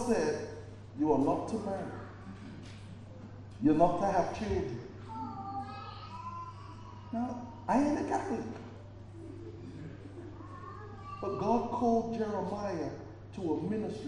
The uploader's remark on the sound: preached at Birmingham Fellowship Church